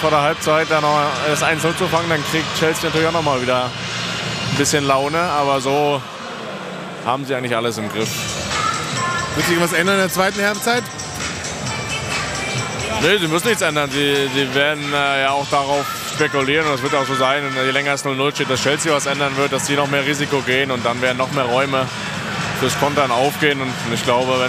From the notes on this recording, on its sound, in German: Ins Herzen Englands nach London zum Rückspiel des Champions League Viertelfinals gegen den Chelsea FC. Auch wenn die zwei Sound-Nasen des Teams fehlen. Auf dem Weg zum Stadion und bekommen dabei sogar unverhoffte Unterstützung. Eine amtliche Sightseeing-Tour samt Pub, Wachwechsel und Big Ben.